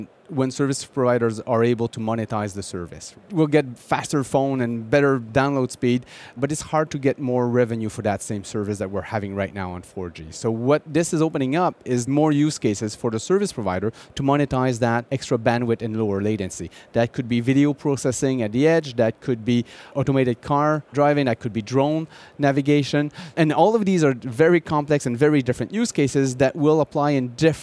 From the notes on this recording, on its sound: joins Intel Chip Chat Network Insights from the Mobile World Congress in Barcelona